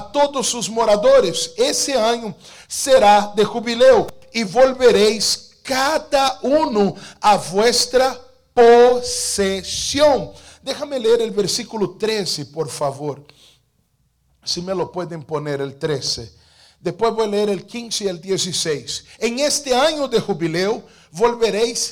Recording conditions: large echoing room